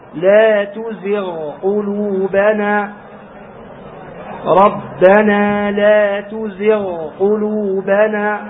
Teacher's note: فتقرأ هنا برخاوة الغين. لا تزغ قلوبنا، ربنا لا تزغ قلوبنا، هكذا لا تقول لا تزغ قلوبنا مثل الذين يبدلون القاف غينا غينا، ولا تقرأ لا تزغ قلوبنا، الغين تدغمها في القاف فتنطق الغين بالرخاوة فتخرج الغين.